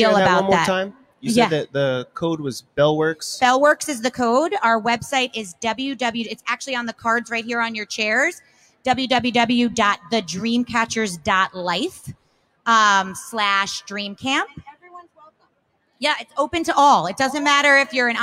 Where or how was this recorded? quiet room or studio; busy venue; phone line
busy venue